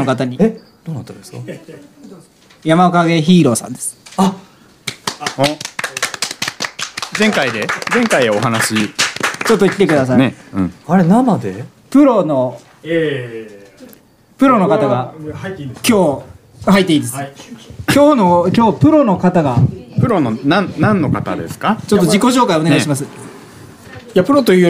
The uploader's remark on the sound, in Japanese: 公開収録。10月に行われたセンキヤセカンドストリート（フリマ）の会場でわたおじ生収録！